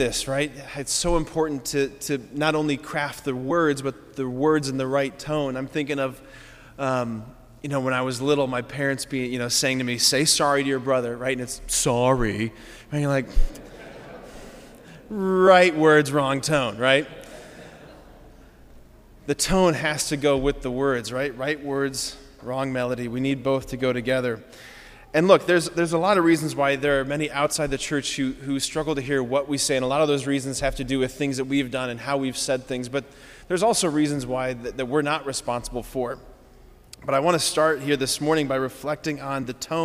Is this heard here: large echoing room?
yes